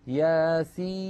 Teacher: عند نطقنا لهذا الحرف ننطق ثلاثة أحرف، سين مكسورة بعدها ياء ساكنة بعدها نون ساكنة · Term: مد لازم